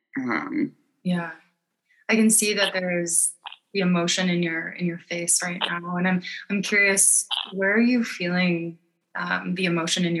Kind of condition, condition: link, video call